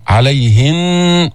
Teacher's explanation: نقف بالغنة بمقدار حركتين